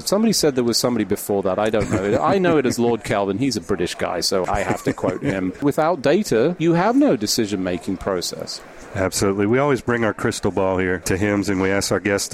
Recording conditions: busy venue